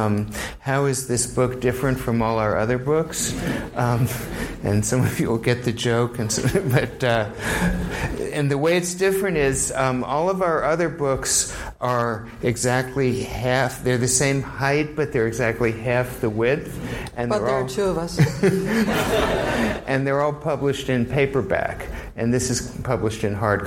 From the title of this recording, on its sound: LIVE from Columbia University